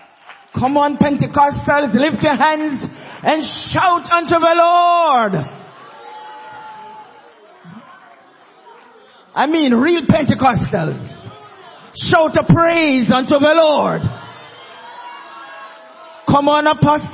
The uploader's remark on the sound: SUNDAY WORSHIP